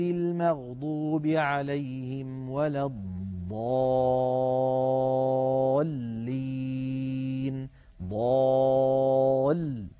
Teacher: لاحظتم عند الانتقال من الألف إلى اللام ننتقل بقوة، لما؟ لبيان التصادم الذي يؤدي إلى خروج اللام الساكنة، وهي اللام الأولى من اللام المشددة. · Term: النبر